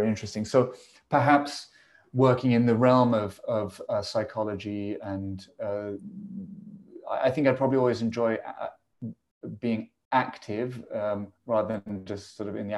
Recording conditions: video call